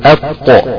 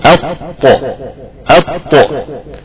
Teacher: هنجد ان قطعة من اللسان قد انطبقت على غار الحنك الاعلى، انطبقت كده اطو اطو. · Term: حرف مطبق